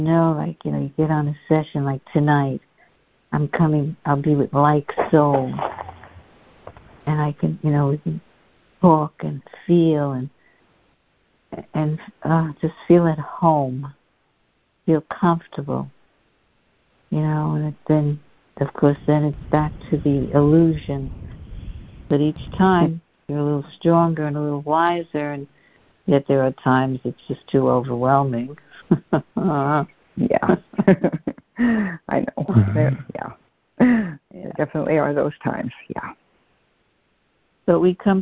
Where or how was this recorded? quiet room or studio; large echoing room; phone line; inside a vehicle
phone line